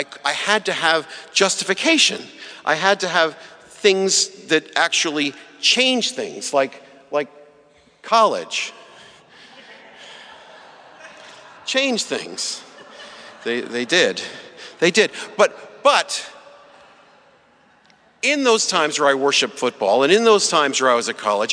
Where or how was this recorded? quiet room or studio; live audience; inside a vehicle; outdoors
live audience